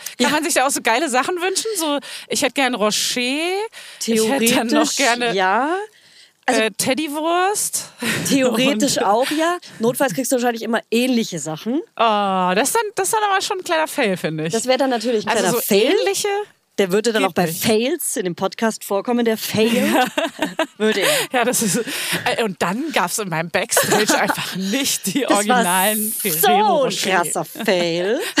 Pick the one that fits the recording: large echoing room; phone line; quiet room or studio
phone line